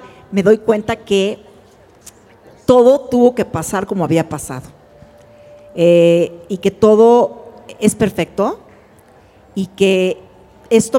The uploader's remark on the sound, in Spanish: Dentro de la edición de What a Woman 2023. Este episodio fue grabado en vivo con muchas de ustedes frente a nosotras.